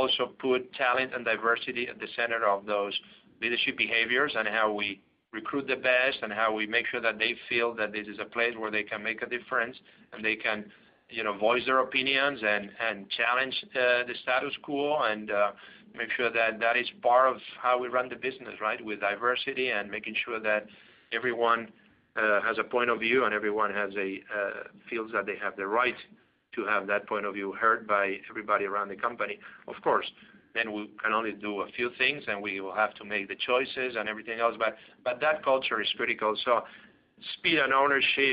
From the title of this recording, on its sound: PepsiCo (PEP) Q2 2019 Earnings Call